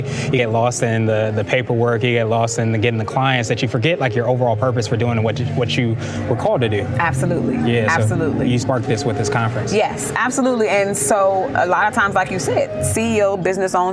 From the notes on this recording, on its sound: This was recorded during the actual conference